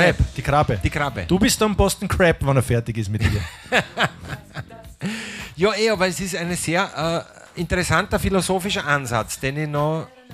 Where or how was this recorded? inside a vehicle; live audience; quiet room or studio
live audience